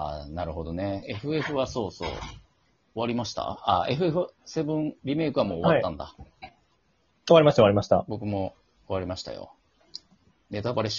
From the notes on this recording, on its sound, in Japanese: 2～3時間ぶっ通しまとめ録り。リモート収録。